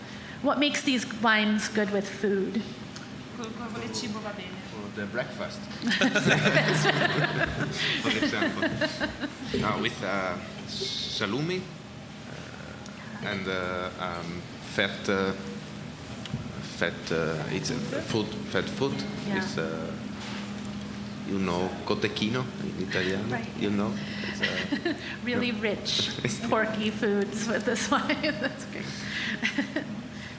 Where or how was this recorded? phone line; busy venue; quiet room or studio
busy venue